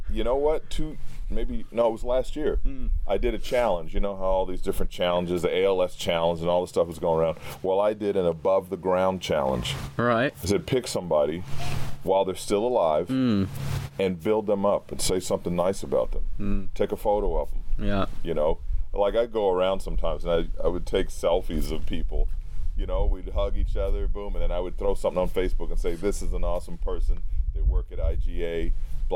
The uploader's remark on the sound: Also, we did find something to help break the wind while recorded but there are still some portions that may have high wind interruptions.